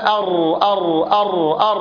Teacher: هذا أر أر أر أر، يهتز طرف اللسان ويرتعد عند النطق بهذا الحرف · Term: مكرر